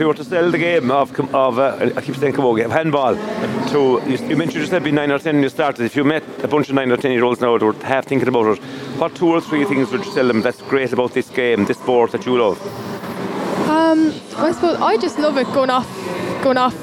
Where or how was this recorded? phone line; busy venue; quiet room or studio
busy venue